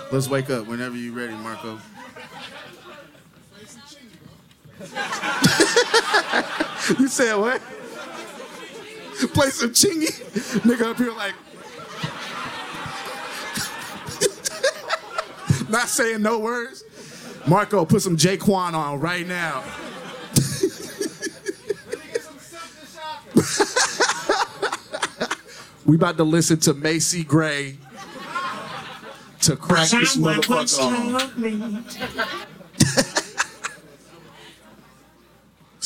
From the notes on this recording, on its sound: In Jaded Forum's debut LIVE episode. JADED FORUM is a series of private conversations, public discussions, live performances, and parties based in New York City.